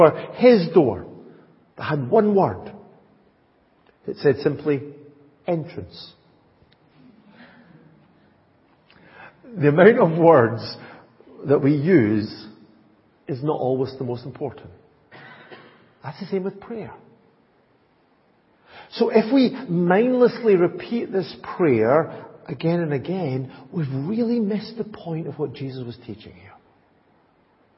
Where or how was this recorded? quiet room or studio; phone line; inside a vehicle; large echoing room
large echoing room